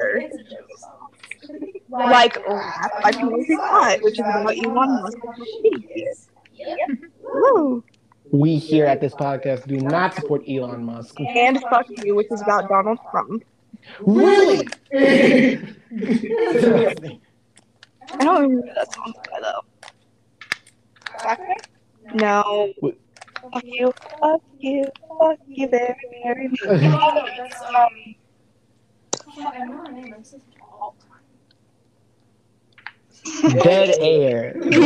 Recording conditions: poor sound quality